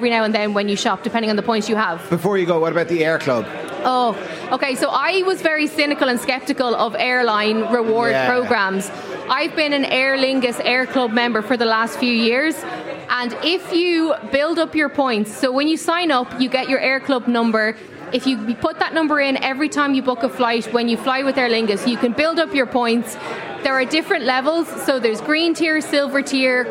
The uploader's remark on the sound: LIVE in The Palace Bar in Dublin